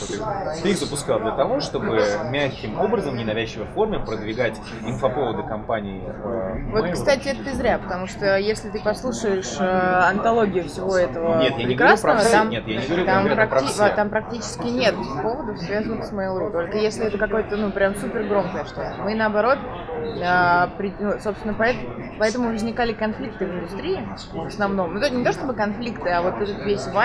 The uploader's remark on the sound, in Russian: Признаемся честно, в этот раз нам не очень повезло с местом, в котором мы записывались